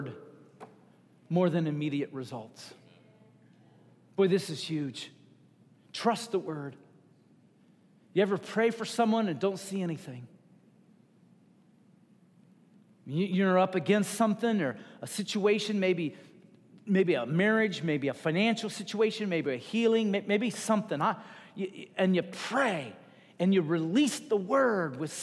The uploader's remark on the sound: Recorded at Wellspring Church of the Nazarene, Evansville, IN.